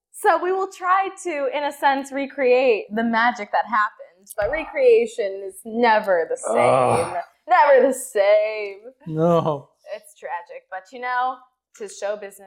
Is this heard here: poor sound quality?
yes